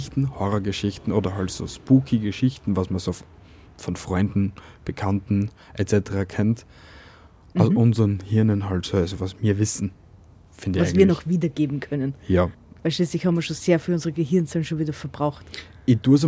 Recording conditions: outdoors